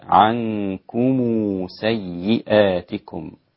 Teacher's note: وصلة ميم الجمع بواو صغيرة مقدارها حركتين، تمد حركتين عند الإمام ابن كثير الثاني والإمام أبي جعفر الثامن، وكذلك وافقهم قالون من وجه الصلة له.